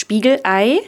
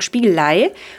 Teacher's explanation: das Spiegelei zum Essen, da ist auch so ein kleiner glottaler Verschluss · Shown in: first take · Also, weil sonst würde man ja sagen Spiegelei.